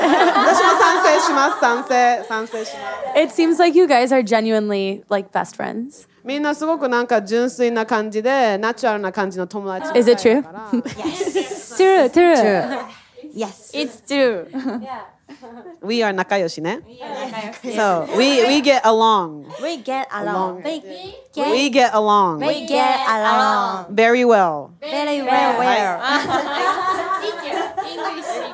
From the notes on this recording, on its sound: The Talkhouse Podcast crew flew out to the fantastic Pitchfork Music Festival in Chicago this past July to record artists in conversation backstage. The Talkhouse Podcast crew flew out to the fantastic Pitchfork Music Festival in Chicago this past July to record artists in conversation backstage.